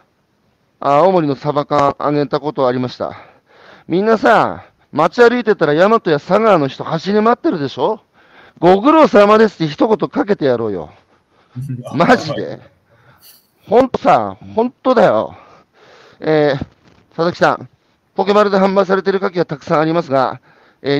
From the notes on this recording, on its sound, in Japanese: 歩きながら1時間、対談する